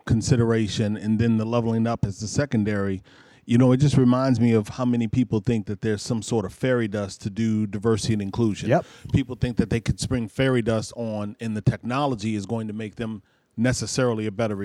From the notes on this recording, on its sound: live from the Detroit JOY Roadshow stop